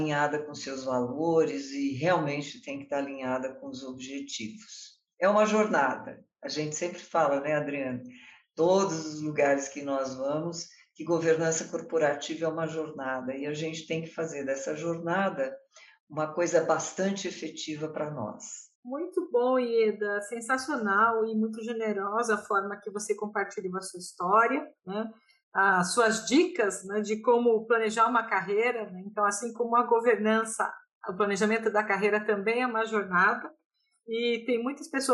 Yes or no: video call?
yes